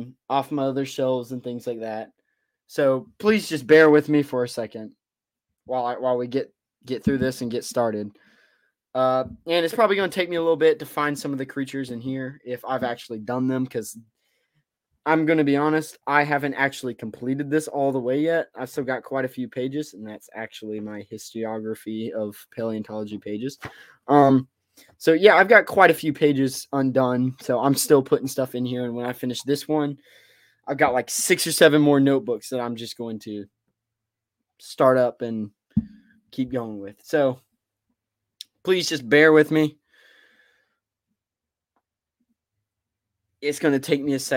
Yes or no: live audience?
no